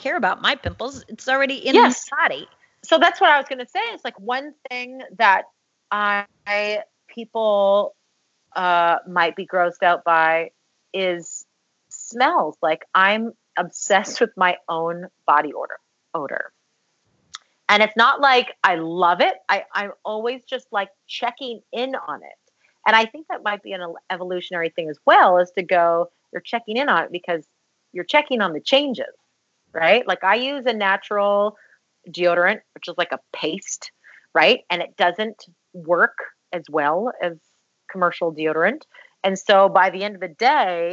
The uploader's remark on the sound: attempt to do a recording session via Skype